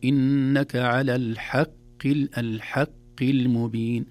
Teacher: الحاء مرققة والقاف في أدنى درجات التفخيم